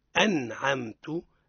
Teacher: أظهرنا النون الساكنة من غير غنة